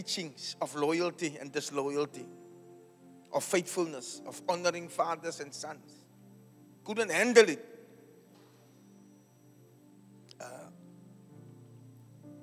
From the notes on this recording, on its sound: Preached at Zion Sanctuary, Cape Town on the 9th July 2023.